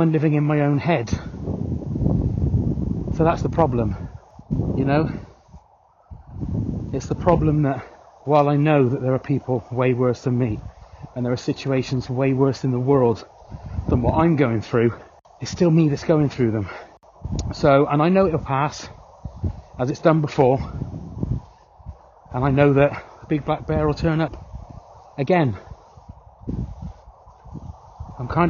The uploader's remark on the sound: while taking my little sausage dog Fred for a walk, to record some ramblings